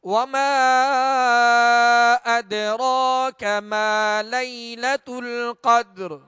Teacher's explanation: وقف کی صورت میں را کو پر کریں گے اور را کو ساکن کر کے را پر ہی آواز اور سانس کو ختم کریں گے